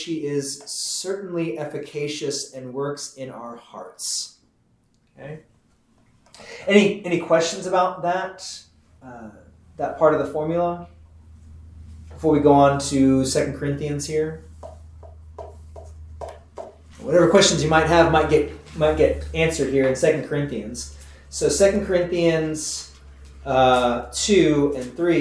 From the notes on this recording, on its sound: This is the audio from the 10am class we hold on Wednesdays.